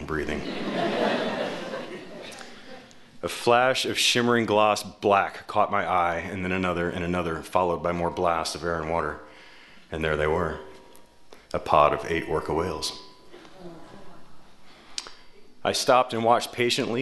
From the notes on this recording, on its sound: We gathered to enjoy eight stories presented in front of a live audience at Seattle's McCaw Hall.